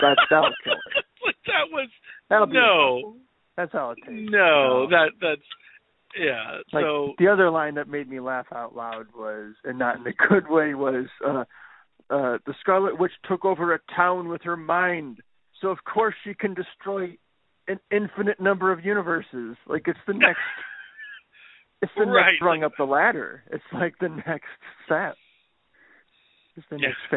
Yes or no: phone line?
yes